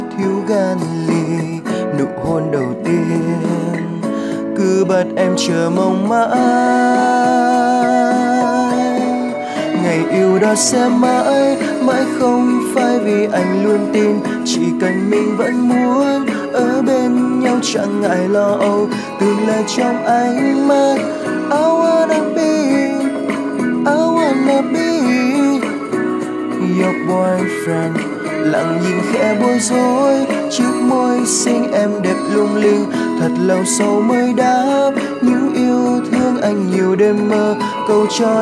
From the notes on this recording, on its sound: Recorded by my mobile phone